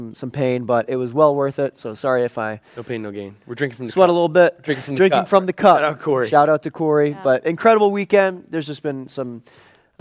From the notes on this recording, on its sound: Live from our Fall retreat